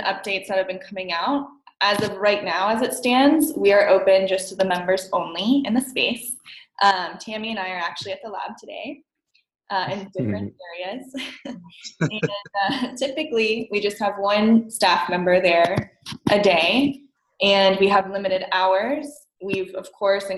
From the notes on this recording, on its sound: our first Zoom call